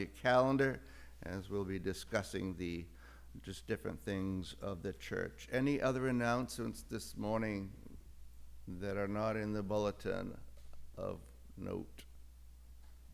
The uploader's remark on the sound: Audio from our service on August 28, 2022